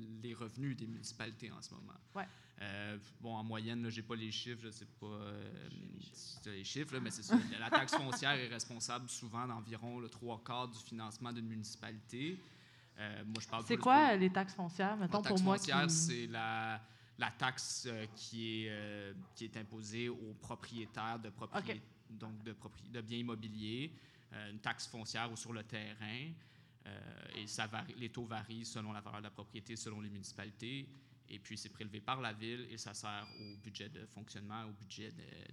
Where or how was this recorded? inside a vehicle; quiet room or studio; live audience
live audience